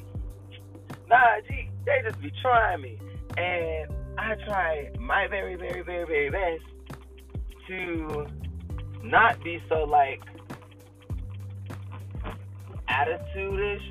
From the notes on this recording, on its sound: sorry about the horrible audio